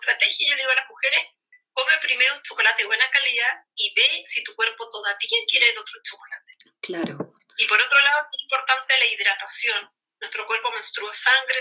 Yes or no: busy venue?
no